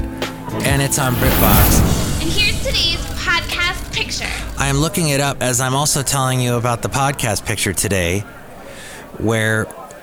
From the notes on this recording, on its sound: podcasts live from Cafe Anyway